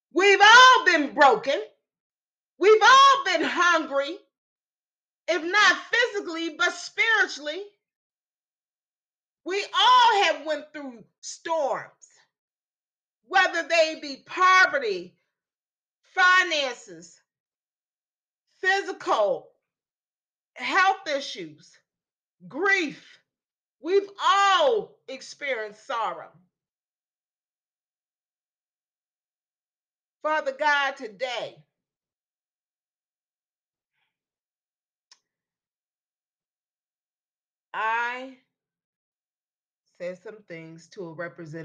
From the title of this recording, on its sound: Church Service for October 9, 2022.